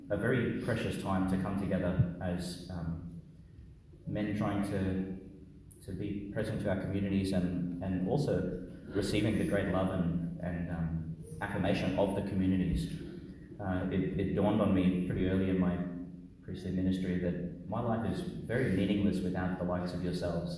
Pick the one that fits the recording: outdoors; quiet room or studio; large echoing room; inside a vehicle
large echoing room